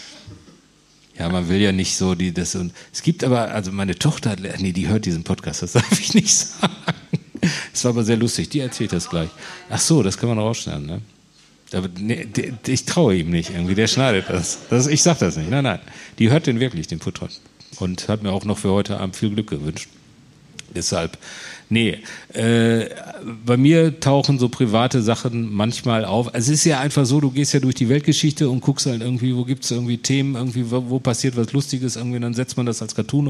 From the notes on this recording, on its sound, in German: Live in Kassel. Vor Publikum.